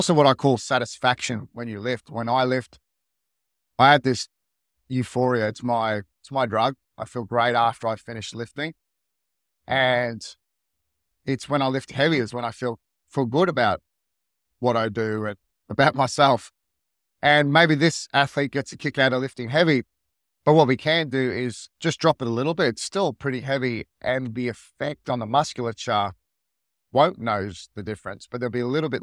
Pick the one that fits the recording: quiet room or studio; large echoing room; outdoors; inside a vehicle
inside a vehicle